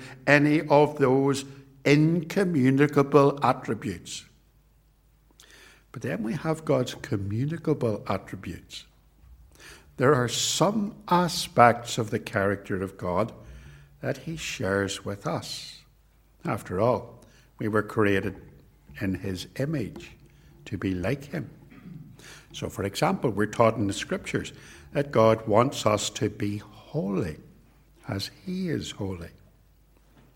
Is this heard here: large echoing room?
yes